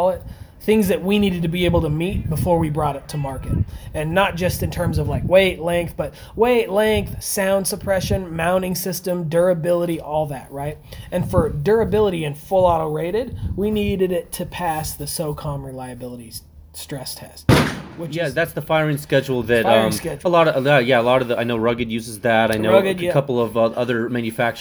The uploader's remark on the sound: This audio is un-edited, it was recorded outdoors with my phone sitting on a table, and there is some gun shot background noise